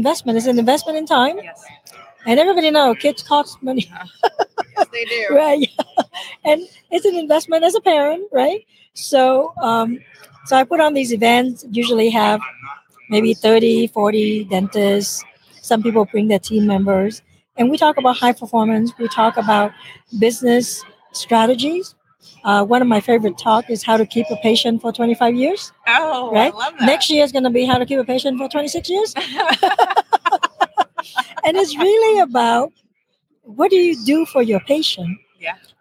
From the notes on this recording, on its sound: LIVE from SmileCon.